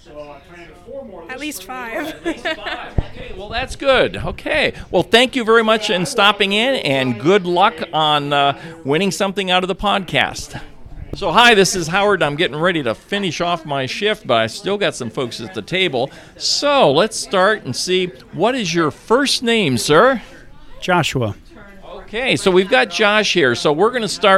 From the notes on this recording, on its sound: 2023 HARFORD FAIR INTERVIEWS. I'm going to guess it had to be close to 1,000 people. I was at the table with a microphone in hand to talk to people about a couple of areas.